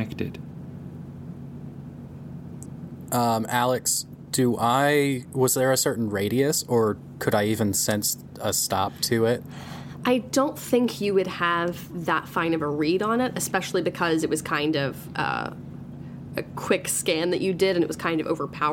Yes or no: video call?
no